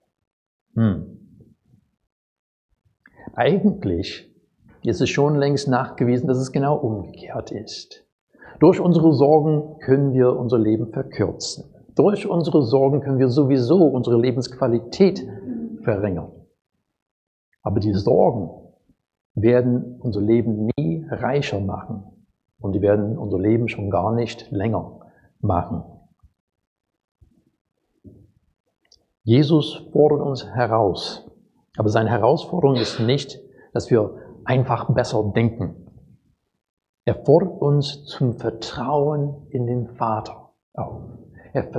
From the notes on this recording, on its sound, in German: Predigt aus dem Gottesdienst